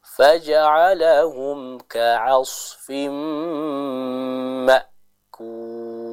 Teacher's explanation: kita bisa membaca huruf shad dengan sempurna dengan menebalkan huruf shad tersebut